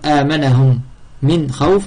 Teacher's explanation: Au lieu de dire Amanahum min khawf, on dit Amanahum min khawf. On n'a plus qu'une runna nasalisation car il y a une mime mushaddada doublée. · Term: Idram al-Shafawi